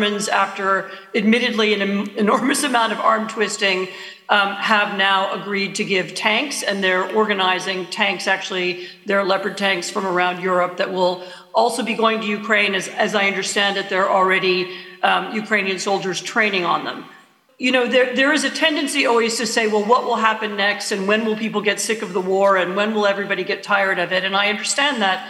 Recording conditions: live audience